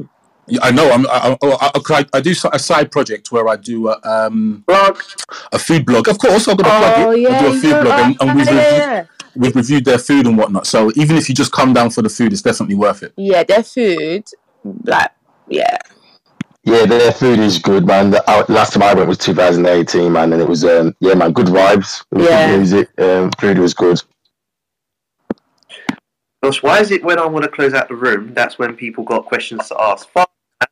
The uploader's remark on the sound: Apologies for the distorted audio, we'll have it sorted for the next episode. The Panel Clubhouse Sessions Season 2.